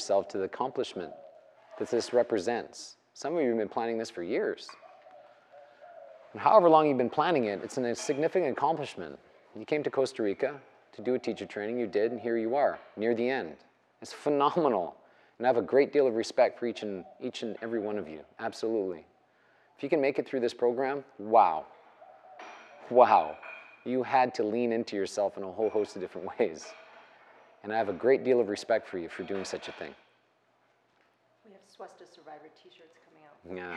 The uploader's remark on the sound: The live recorded lecture took place during a 200-hour yoga teacher training at Peace Retreat in Los Pargos, Costa Rica in January of 2022.